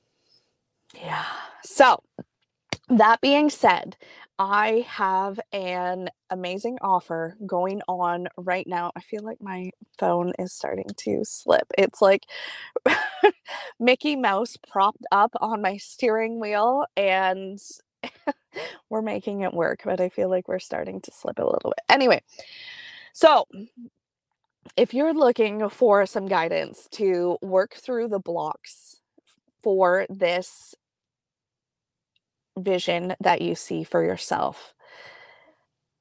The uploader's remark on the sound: straight from the car in the arena parking lot